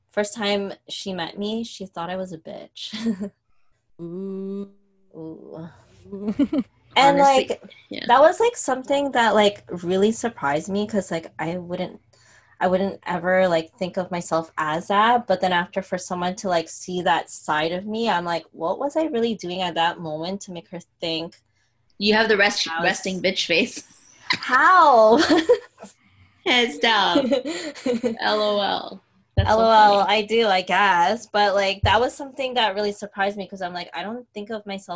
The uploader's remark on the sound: The girls back with another zoom session episode.